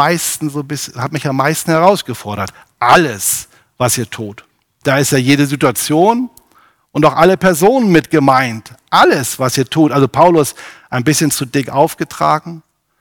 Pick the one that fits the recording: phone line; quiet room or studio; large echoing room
large echoing room